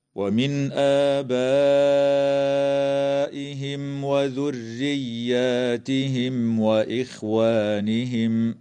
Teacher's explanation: وتمد الألف بعد الهمزة في كلمة آبائهم من قبيل مد البدل بمقدار حركتين